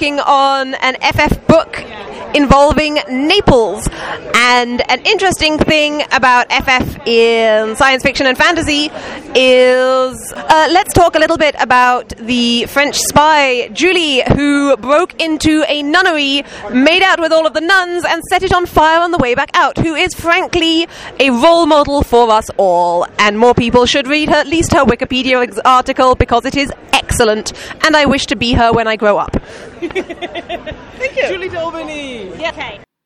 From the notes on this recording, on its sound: A collection of micro-interviews recorded live at Worldcon in Dublin, Ireland.